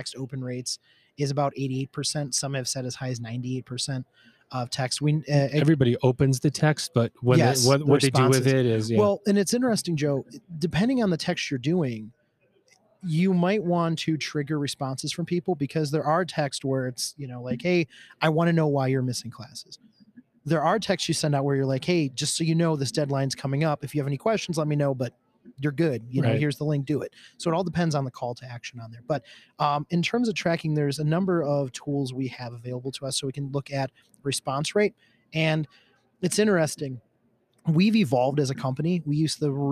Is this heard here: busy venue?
yes